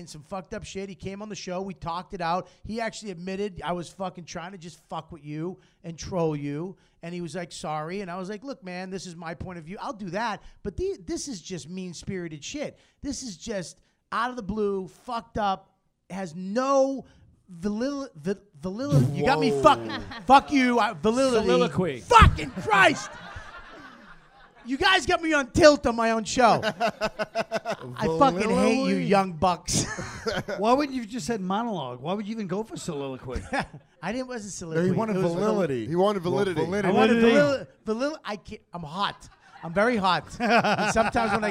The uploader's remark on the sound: YKWD Live at NYC Podfest